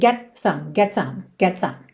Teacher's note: não dá tempo de você fazer um T marcadinho, mas você também não pode comer o T, ficar get some, ok?